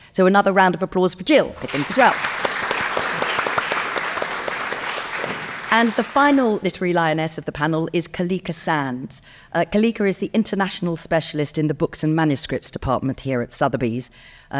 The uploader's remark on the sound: In this episode, which was originally recorded as a live event.